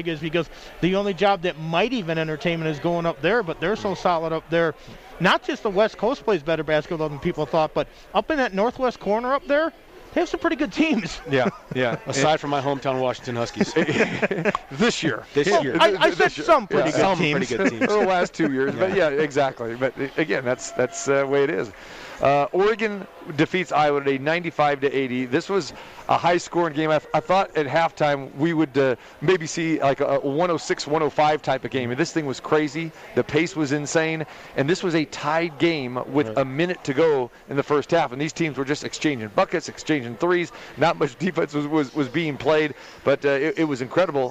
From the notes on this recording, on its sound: Live from The Cosmopolitan of Las Vegas Sportsbook, feel the sounds and atmosphere of March Madness in action.